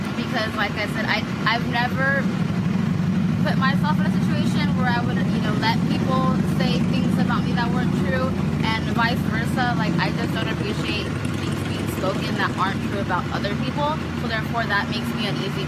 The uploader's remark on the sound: (Audio from a video sermon). Interview people on the streets of Clovis.